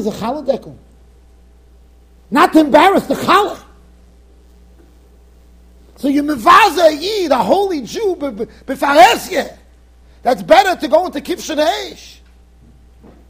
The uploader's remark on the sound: Shiur recorded in Yeshivas Ohr Reuven, Monsey NY.